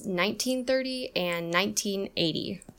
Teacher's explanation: The stress is on the first and third syllable in these cases